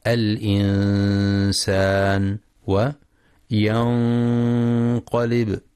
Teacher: وينتبه للإخفاء الحقيقي في الإنسان وينقلب